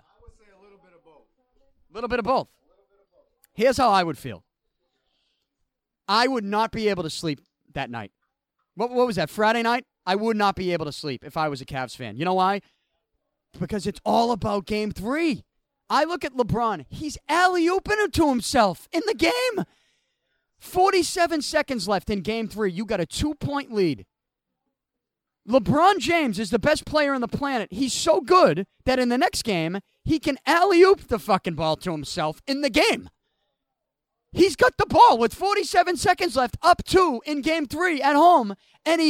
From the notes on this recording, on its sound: I had to record with my remote equipment because of the extreme heat inside the studio. I walked around the back of Beantown Athletics with a microphone in hand.